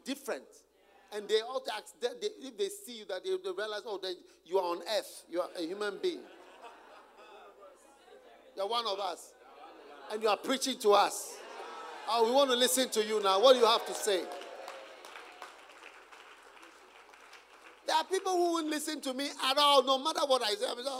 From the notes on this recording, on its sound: Preached at the Use It or Lose It Camp, USA.